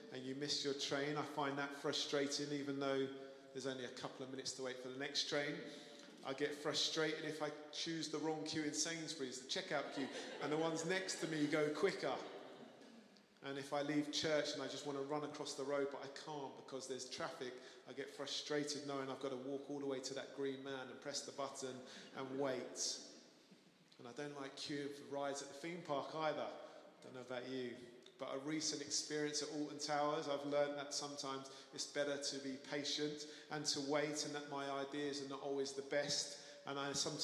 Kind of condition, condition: setting, large echoing room